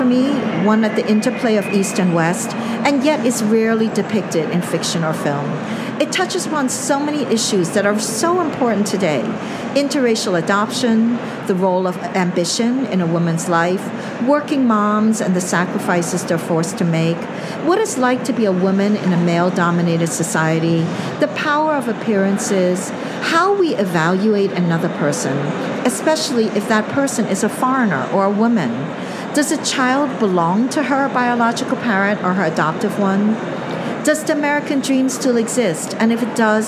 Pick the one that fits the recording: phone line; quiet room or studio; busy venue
busy venue